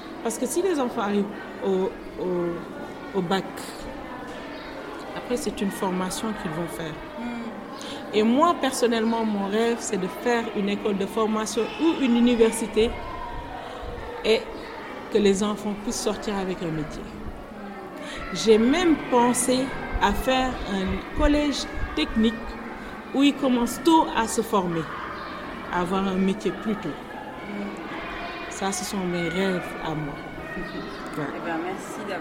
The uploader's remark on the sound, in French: Un épisode à l’ambiance un peu particulière, en totale immersion, enregistré dans la cour de l'école Keur Maïmouna à Saly.